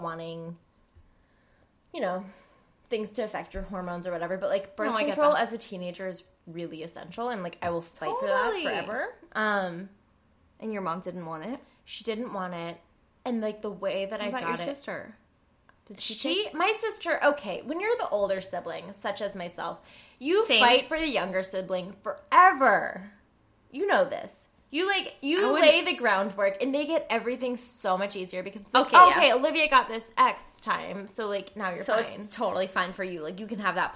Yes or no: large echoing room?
no